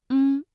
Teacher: 舌根迅速的抬起接近软腭，同时软腭下垂，打开鼻腔通道，气流从鼻腔流出，形成后鼻音